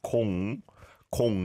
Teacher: it's an or vowel sound on 공, 공 like ball